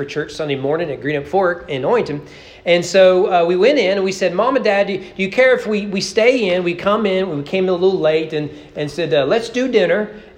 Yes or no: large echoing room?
yes